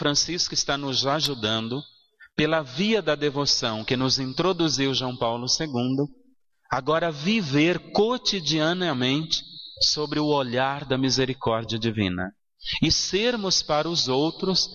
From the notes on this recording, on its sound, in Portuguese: na Igreja São Sebastião em 05/07/2016